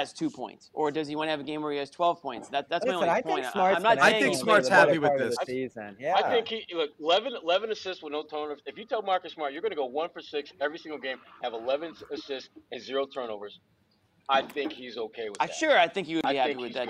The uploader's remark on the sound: after the game as we break it all down live from TD Garden